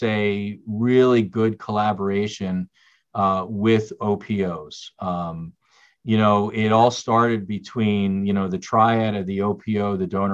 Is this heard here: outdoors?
no